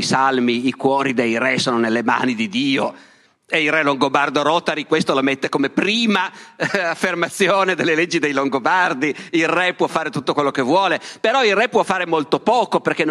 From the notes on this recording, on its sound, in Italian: Dialoghi Festival, Palmanova 2022. La conferenza è parte di Dialoghi Festival Itinerante, per l’occasione al Teatro di Palmanova.